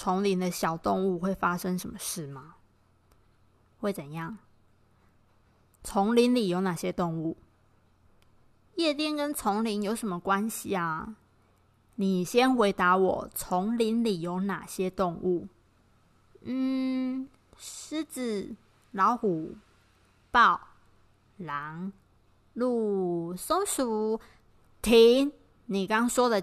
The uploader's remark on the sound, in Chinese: 本集錄音時雨勢磅礡，有較多雜音，請多見諒。